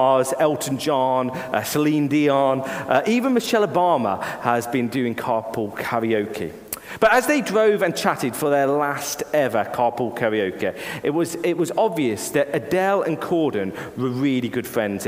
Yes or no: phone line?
no